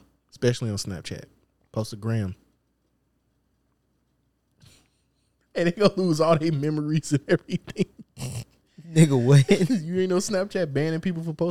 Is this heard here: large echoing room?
no